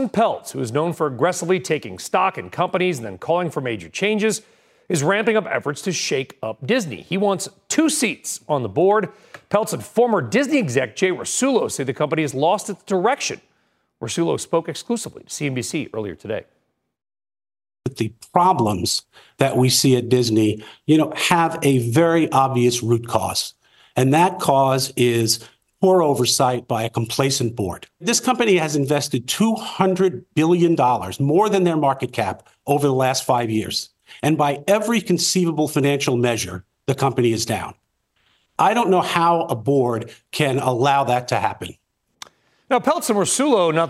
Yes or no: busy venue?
no